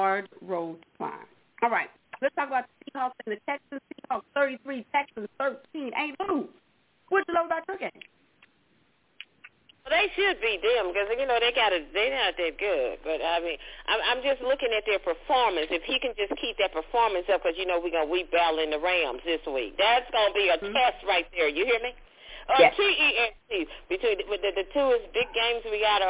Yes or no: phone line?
yes